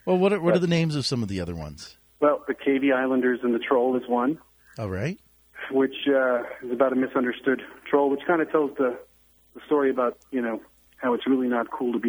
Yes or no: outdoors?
no